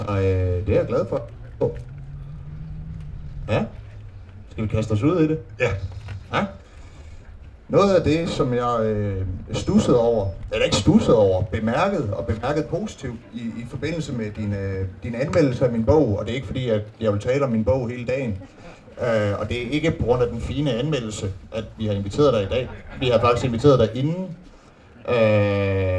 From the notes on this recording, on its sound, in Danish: Dette er optaget til et arrangement på Folkemøde 2023